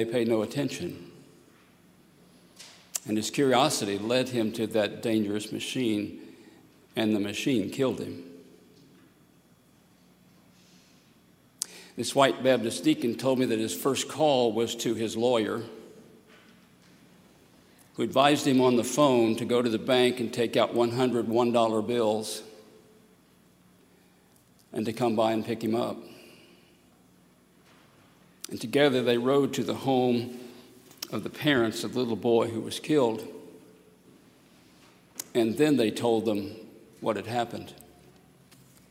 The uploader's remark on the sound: at Highland Baptist Church, Louisville, Kentucky